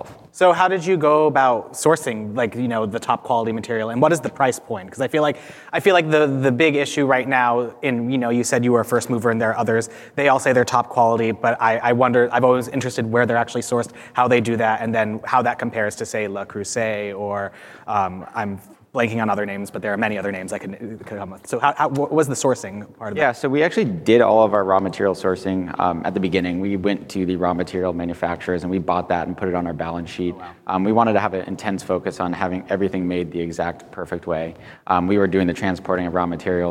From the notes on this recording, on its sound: His interview was recorded live at the Modern Retail Summit, held in Palm Springs last week.